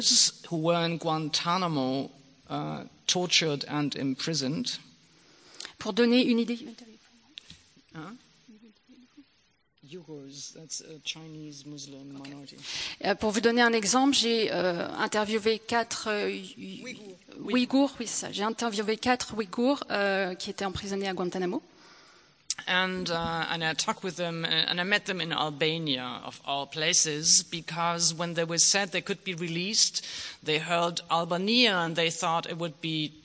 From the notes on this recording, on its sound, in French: au Théâtre de Mâcon